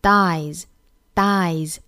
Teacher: 它的尾音呢是要浊化成 z 的发音